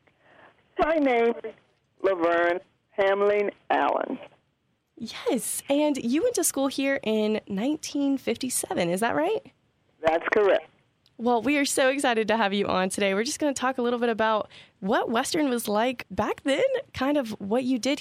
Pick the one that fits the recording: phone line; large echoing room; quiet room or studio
phone line